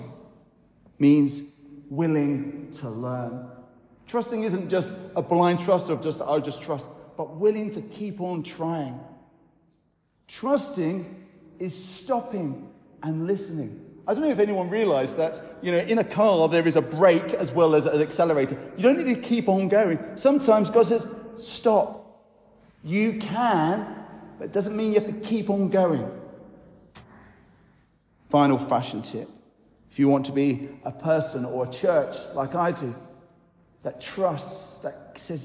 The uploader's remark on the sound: I recorded on Sunday 16th July at Newcastle Holy Cross an encouraging talk